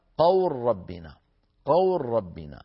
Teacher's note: سكننا اللام من قول فصارت قول ثم حولناها إلى راء فصارت قور، وأدغمنا الراء في الراء فصارت قول ربنا، قول ربنا، فلنا أن نمد الواو هذه التي في قو، لنا أن نمدها حركتين أو أربعة أو ستة، فنقول قول ربنا أو نقول قول ربنا أو نقول قول ربنا، ست حركات.